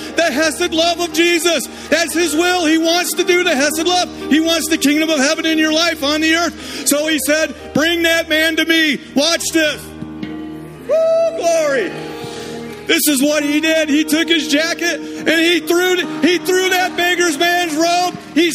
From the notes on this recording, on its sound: Summer Revival Nights. LIVE Midweek Service.